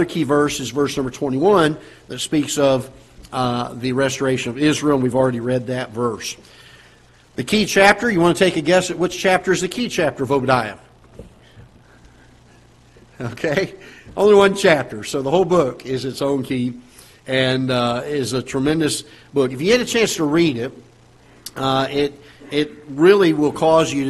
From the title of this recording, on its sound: Ketha Heights Baptist Church ~ Live Broadcast